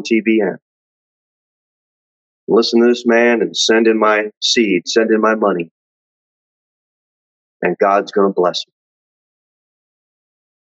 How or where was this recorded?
large echoing room